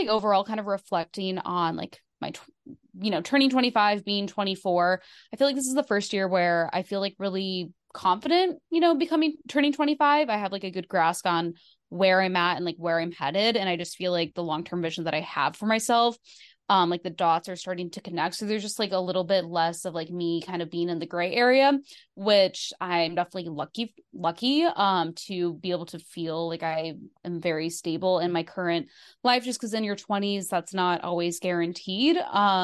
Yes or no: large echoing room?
no